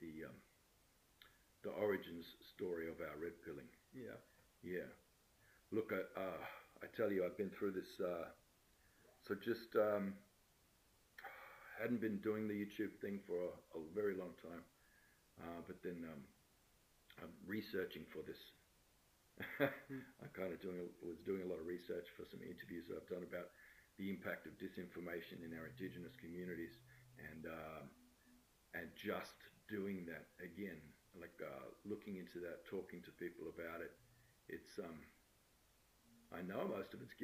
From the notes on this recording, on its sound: Sound for this episode isn't great